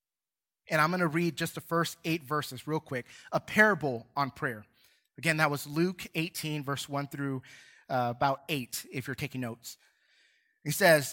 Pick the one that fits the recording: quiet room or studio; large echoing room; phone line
large echoing room